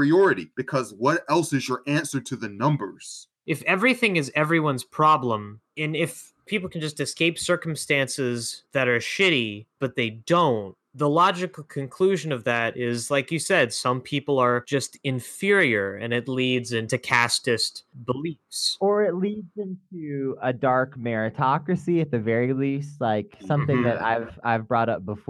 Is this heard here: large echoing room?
no